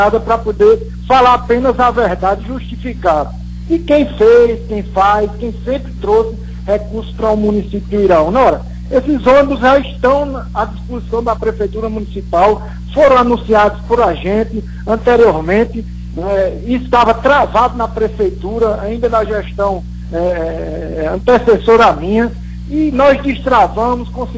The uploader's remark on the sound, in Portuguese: participou por telefone